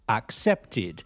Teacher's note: The past tense of accept is accepted, and ed in this case sounds like id.